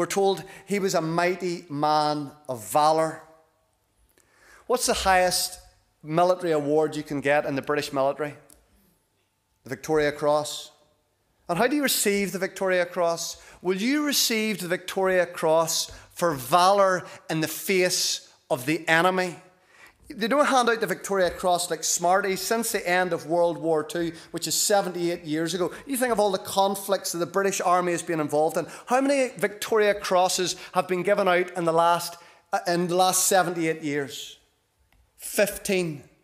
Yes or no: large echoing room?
yes